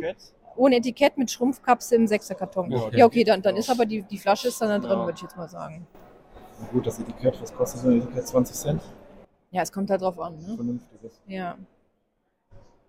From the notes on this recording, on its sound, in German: live beim Apisticustag in Münster